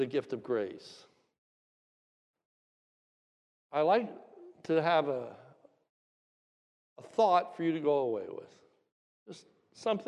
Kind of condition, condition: setting, large echoing room